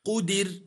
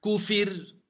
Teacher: الراء سكنت لأجل الوقف وقبلها كسر ترقق